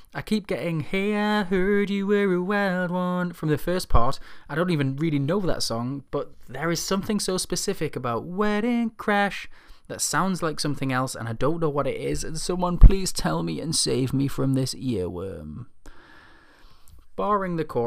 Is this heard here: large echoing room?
no